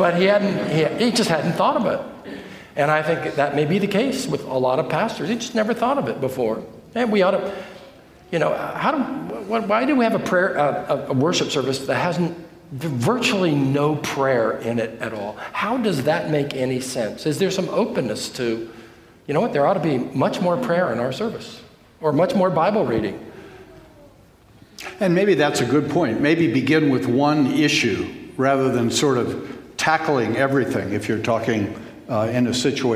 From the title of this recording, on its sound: Q & A from the 2021 Boise Reformation Conference